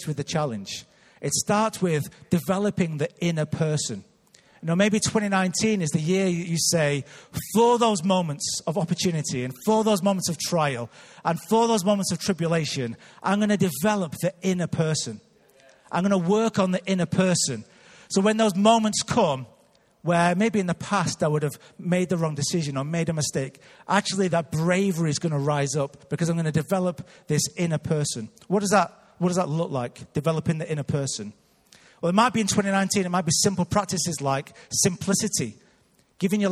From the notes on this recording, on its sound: Recorded live at Life Church Lancashire on 30th December 2018.